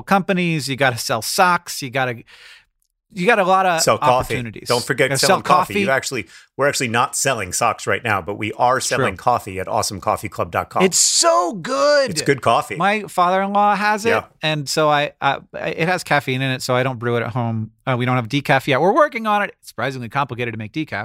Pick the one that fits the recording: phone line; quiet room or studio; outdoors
quiet room or studio